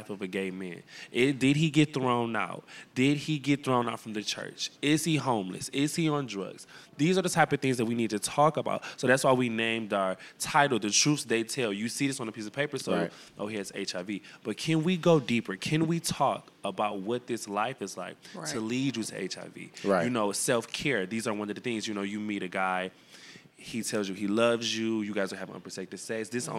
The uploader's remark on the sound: go on location to Wayne State University for the Queering Racial Justice Conference